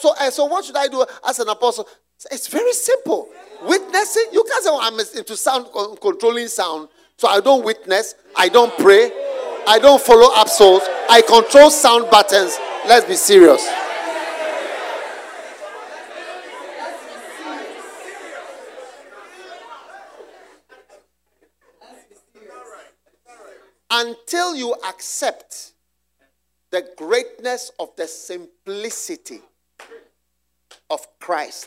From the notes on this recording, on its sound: Preached at the Use It or Lose It Camp, USA.